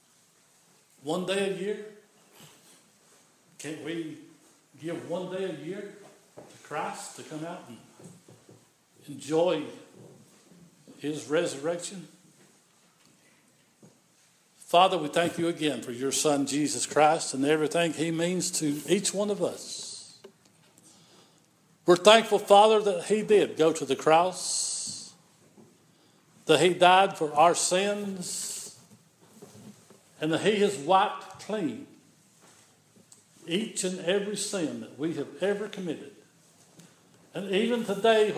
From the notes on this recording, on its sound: This is an audio recording of the Sunday worship service at Persia United Methodist Church in Rogersville, TN